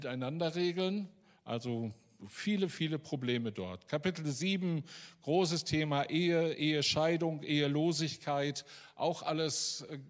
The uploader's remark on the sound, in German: Aufzeichnung der Predigt des Gottesdienstes